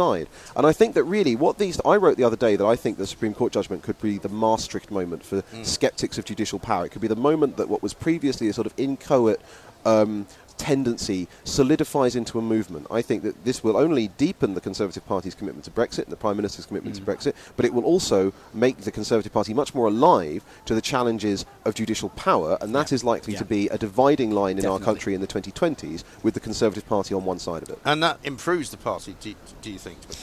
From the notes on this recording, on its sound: Parliament Resumes: Live from College Green.